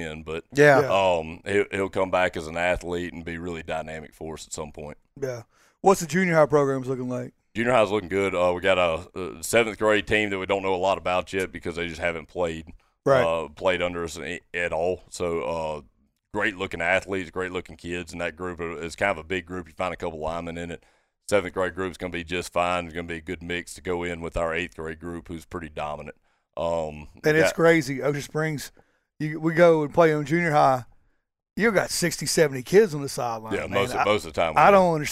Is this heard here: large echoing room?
no